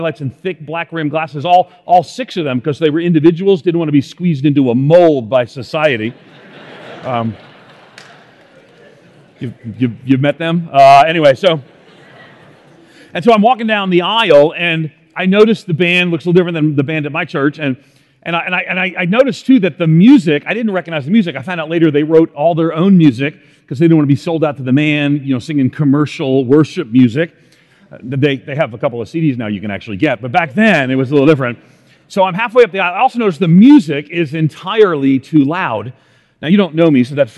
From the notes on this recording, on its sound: In this Chapel talk he discusses how to live out faith in the face of a culture of outrage by following Jesus’ commission.